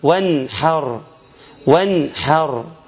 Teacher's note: نحافظ على اظهار النون الساكنه، بتظهرها ليه؟ لان اتى بعدها حرف الحاء